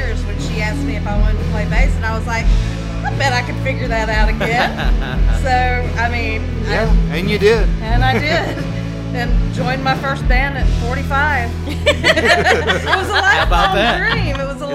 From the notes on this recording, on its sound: at Avondale Brewing in Birmingham, AL for Brewzapalooza music festival